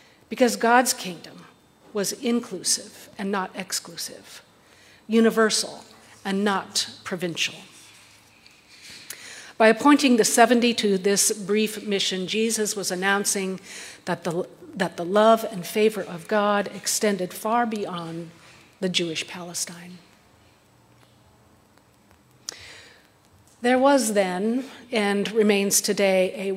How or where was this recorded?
large echoing room